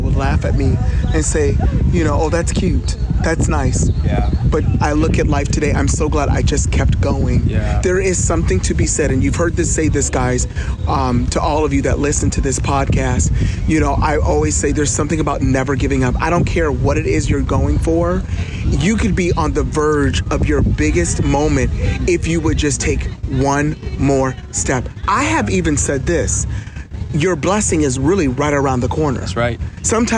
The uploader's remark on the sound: I decided to record a conversation on the beach in Tampa Florida.